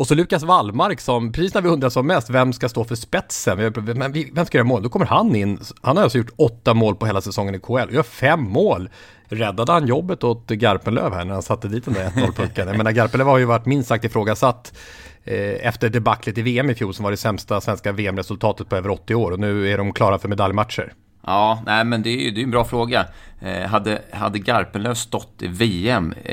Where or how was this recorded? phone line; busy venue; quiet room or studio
quiet room or studio